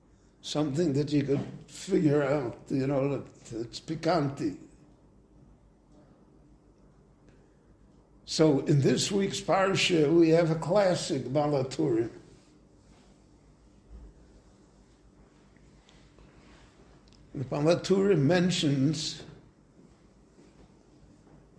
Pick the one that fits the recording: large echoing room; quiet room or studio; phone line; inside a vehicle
large echoing room